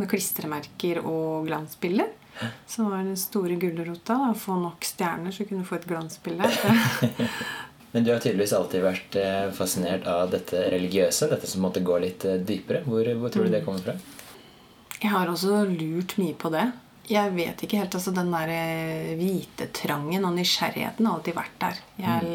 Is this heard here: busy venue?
no